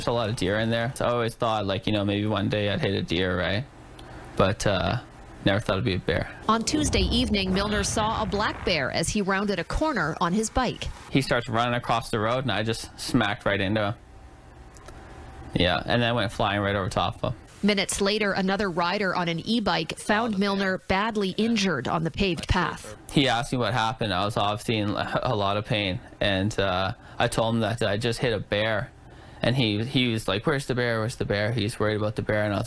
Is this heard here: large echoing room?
no